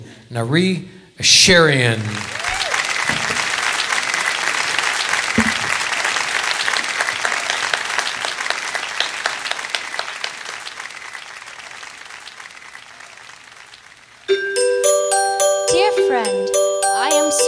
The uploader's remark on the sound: Live at the SouthPoint Casino